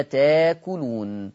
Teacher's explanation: تأكلون، الهمزة سكنة وقبلها التاء حرف من حروف 7 اللي عارفينهم، فتبدل الهمزة الساكنة بألف مدية